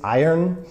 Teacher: It is two syllables, but when you say it quickly, it sounds like one kind of messed up syllable